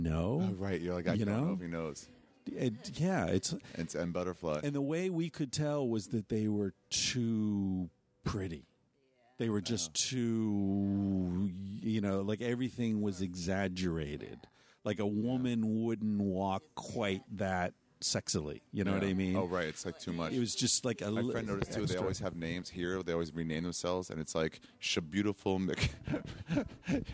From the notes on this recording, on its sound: in the bar at The Jane Hotel, in the West Village